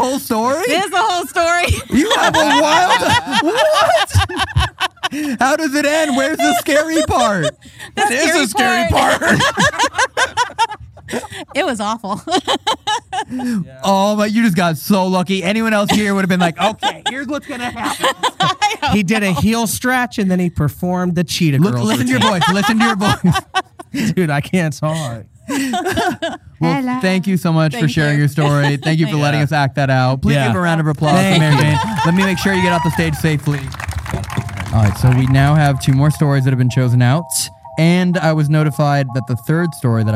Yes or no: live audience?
yes